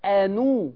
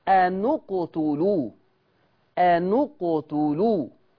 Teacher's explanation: ثالث حرف في هذا الفعل اللي هو التاء مضموم، يبقى ورش قرأ بتحريك الساكن الأول بالضم، لأن ثالث الفعل مضموم، فتقرأ آنو وليست آني. · Term: التقاء الساكنين